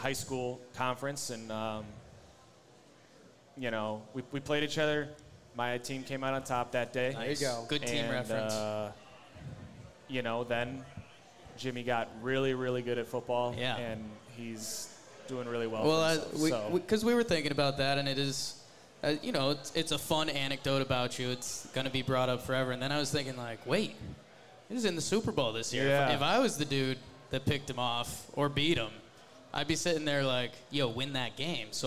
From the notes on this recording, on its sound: Live in Tampa.